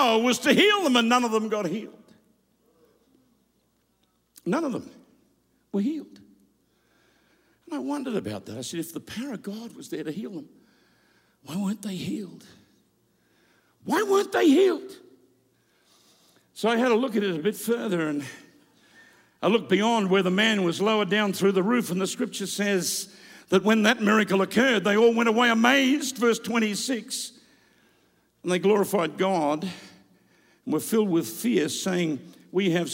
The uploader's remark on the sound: Preached live from South Africa.